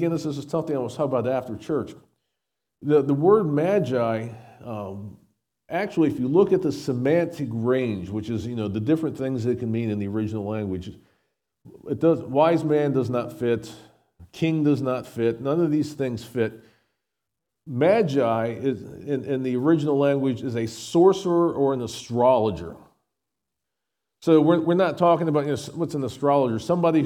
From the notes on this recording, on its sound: SVBC Morning Service. Recorded at Shenandoah Valley Baptist Church on Dec 24, 2023.